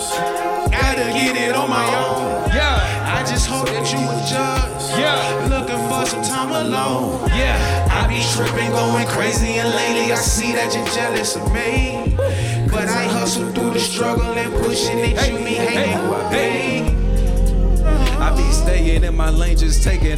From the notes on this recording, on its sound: Live performance recorded at Square Cat Vinyl during Chreece 5 in August of 2019. Live performance recorded at Square Cat Vinyl during Chreece 5 in August of 2019.